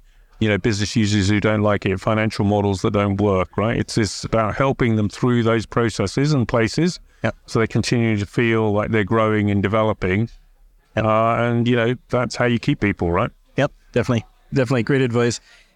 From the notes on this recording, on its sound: recorded at Sibos